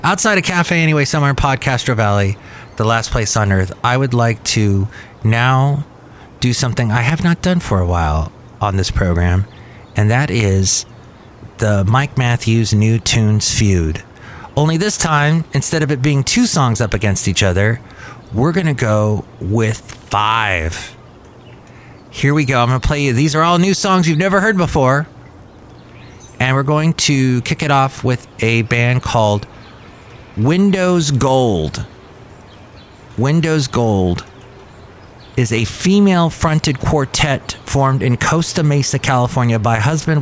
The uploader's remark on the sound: podcasts live from Cafe Anyway